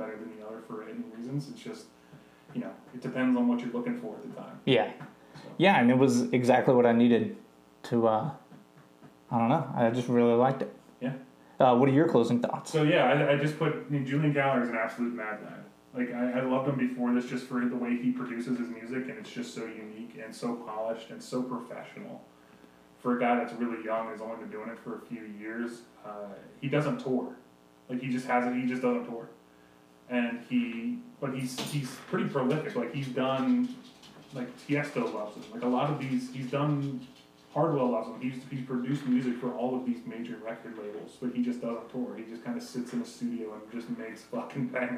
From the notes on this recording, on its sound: We apologize for the audio quality in this episode. It was a mishap that we attempted to correct but we realize the audio is not near the quality OTBC normally would like to post.